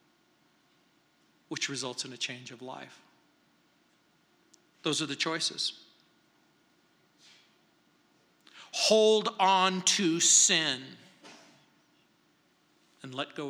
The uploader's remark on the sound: at Calvary South Denver in Littleton CO